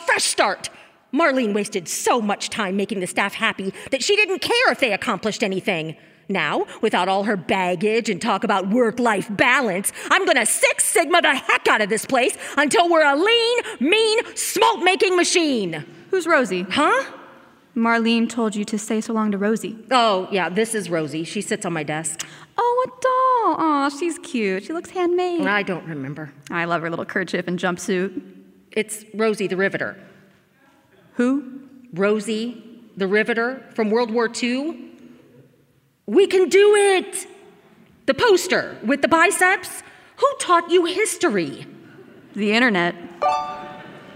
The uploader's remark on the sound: live from Sursa Performance Hall